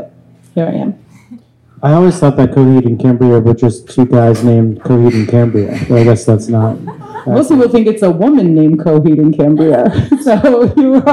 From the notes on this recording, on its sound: Happy Hour Live. Recorded live on March 2nd at Vinyl Tap in Nashville, TN.